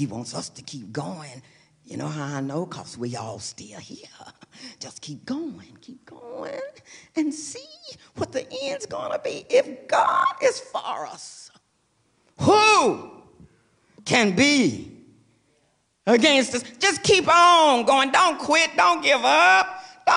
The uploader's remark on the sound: Recorded live for First United Methodist Church of Pacoima